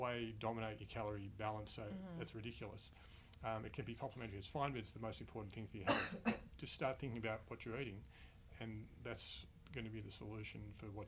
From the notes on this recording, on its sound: Live from the Combined Sections Meeting in Anaheim, California